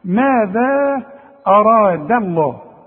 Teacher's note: رقق لي الدال وفخم لي الراء وفخم لي اللام بتاعت لفظ الجلالة